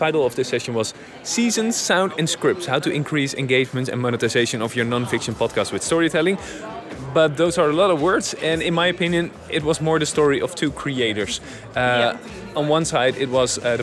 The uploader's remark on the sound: Live from Podcast Movement in Las Vegas